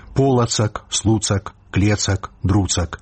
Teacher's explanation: па-беларуску ў назоўным склоне вымаўляецца, а ў Тарашкевіцы і пішацца з устаўным галосным «а» дзеля зручнасці і мілагучнасці. · Term: устаўны галосны